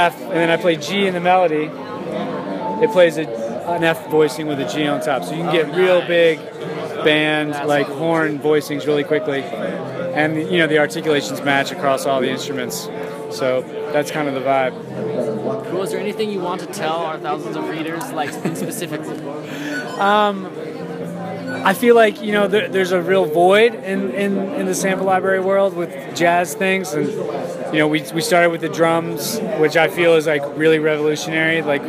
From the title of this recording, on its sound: Live from NAMM 2016